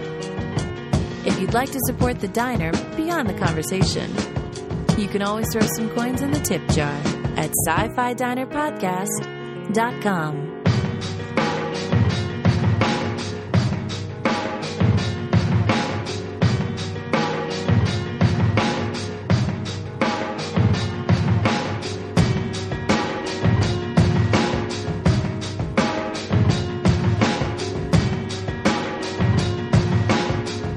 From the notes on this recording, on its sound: (A Farpoint 21 Panel)